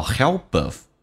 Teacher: help 这个单词很难发，尤其是那个 L，舌尖抵住你的上齿龈，在你的上牙齿后背一点， help 跟 of 有一个连音，叫 helpof， P 要浊化成 B